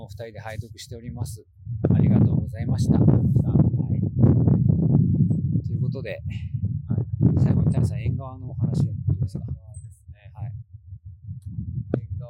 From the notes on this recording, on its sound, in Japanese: 天文館はザビエル公園で録音したので、風切り音はうるさいし、声は聞き取りづらいしで最悪です。